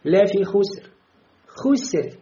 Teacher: Ро здесь рядом с сином, а син тонкий звук, и ро тоже становится тонким. То есть на самом деле ро пришел здесь с кясры, он должен быть тонким. · Term: ро мягкое